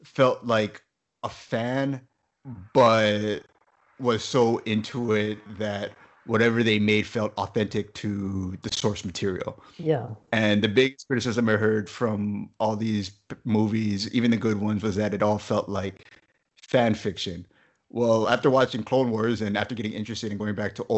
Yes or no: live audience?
no